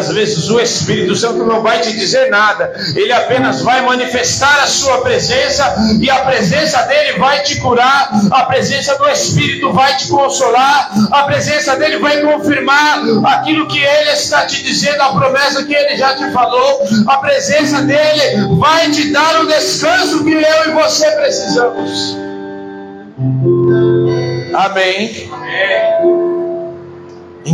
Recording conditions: large echoing room